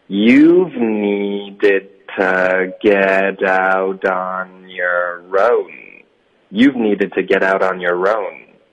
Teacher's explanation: 那 needed 结尾的的呢，我们会省略，导致一个停顿